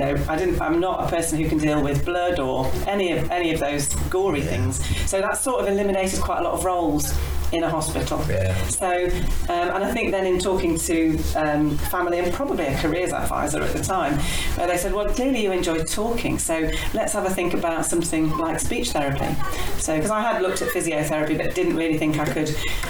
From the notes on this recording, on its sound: The sound quality isn't the best. It was the first time the podcast left Zoomland.